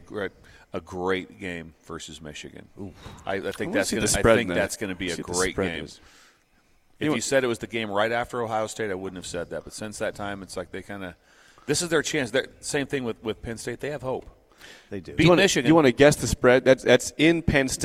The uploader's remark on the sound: We are LIVE on remote at the UNL East Campus Readiness Center for a Veterans Day special broadcast with the Nebraska Army National Guard